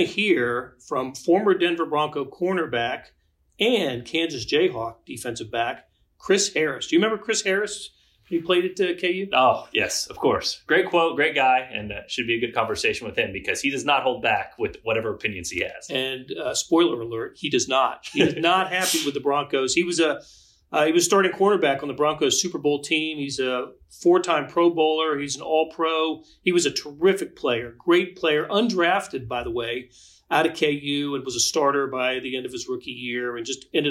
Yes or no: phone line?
no